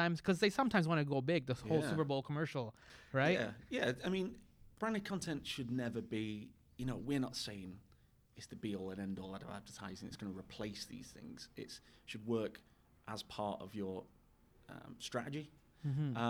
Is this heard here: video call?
no